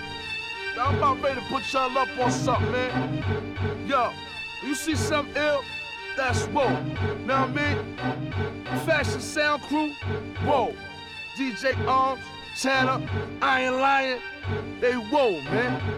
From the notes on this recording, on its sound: Originally broadcast live on July 26, 2018 from the storefront of Kinfolk 90 in Williamsburg, Brooklyn, New York City.